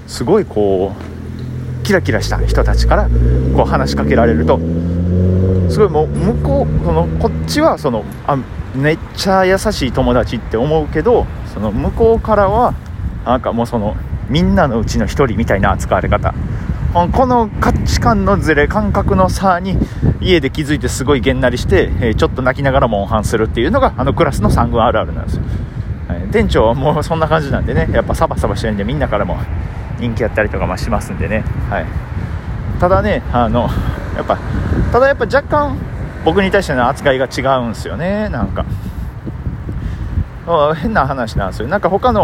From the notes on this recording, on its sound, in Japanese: 歩きながらやと息が切れよるね。フゥフゥ言いながら喋ってますが興奮してるわけじゃないので、よしなに。